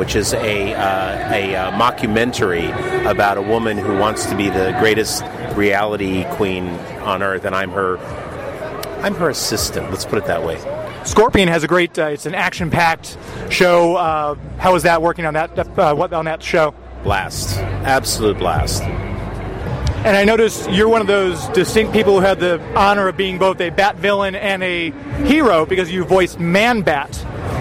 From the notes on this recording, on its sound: We're live from Wizard World STL